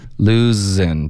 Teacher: Loosen,别发成 den, okay?是一个 z 的音你得摩擦